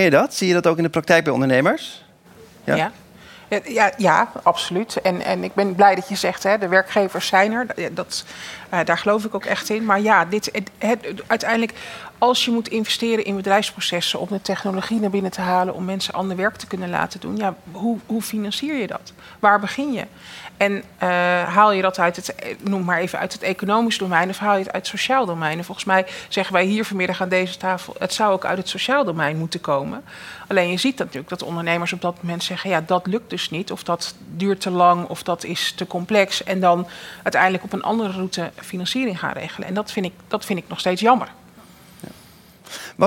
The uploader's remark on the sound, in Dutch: Voor de 55ste aflevering strijkt Money Matters neer in Circl, waar de aflevering in talkshow vorm is opgenomen.